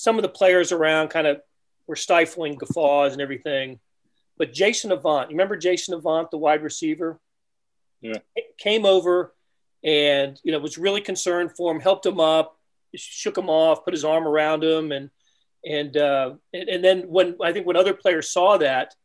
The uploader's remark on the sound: Today some of his former colleagues at The Star got together on a zoom call to recall what we loved and admired about Terez.